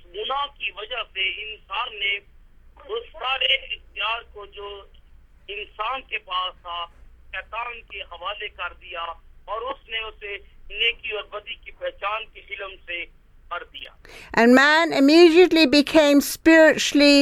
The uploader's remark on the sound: Speaking via phone to group in Pakistan.